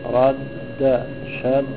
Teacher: اللسان ارتفع بالدالين، ارتفع وانحط دفعة واحدة. وهو باب واسع لدخوله في جميع الحروف ما عدا الألف اللينة، ولوقوعه في المتماثلين والمتقاربين وفي كلمة وفي كلمتين. · Term: الإدغام